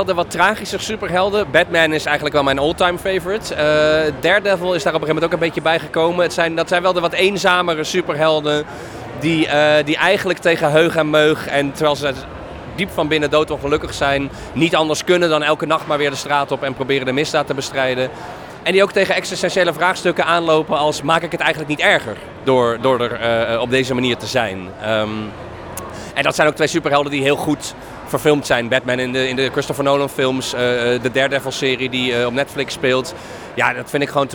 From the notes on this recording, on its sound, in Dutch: De Supercast is terug met een Dutch Comic Con-special! Ik was als razende reporter aanwezig op de winter-editie van Dutch Comic Con in Utrecht en heb er de nodige interviews opgenomen.